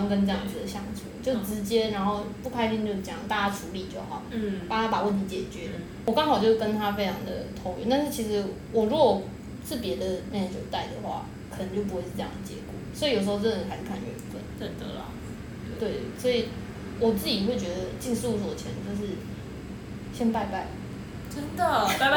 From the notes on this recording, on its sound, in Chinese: 第一次錄音因為收音問題也讓窗外的朋友們一起加入了！雜音過多時請大家把他們當作大自然的一部份～。